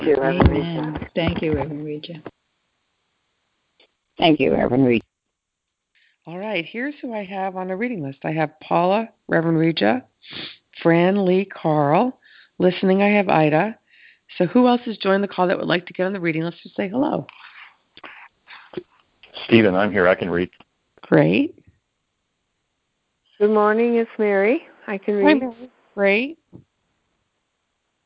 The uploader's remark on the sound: ACIM Daily TEXT Conference Call.